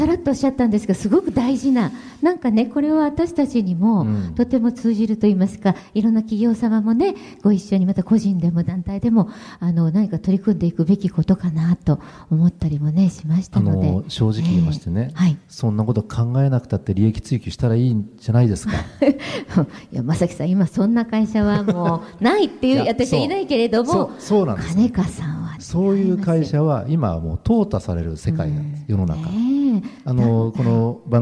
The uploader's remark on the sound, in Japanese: 公開録音「地球と共生・環境の集い2020」